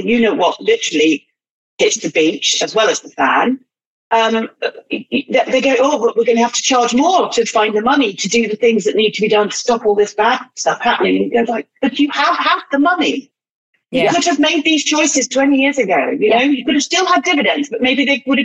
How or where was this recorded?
video call